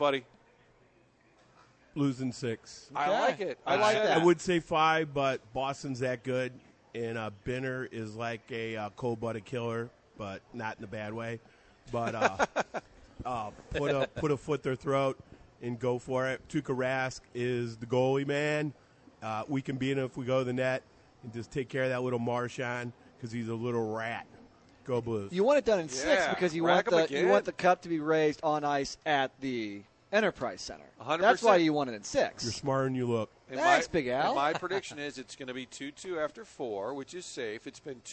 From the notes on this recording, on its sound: broadcasting live from Schnucks in Dardenne Prairie